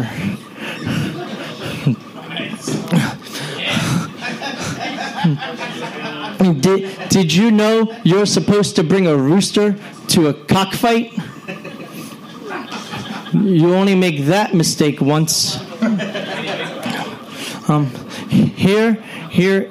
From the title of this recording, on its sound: Live Show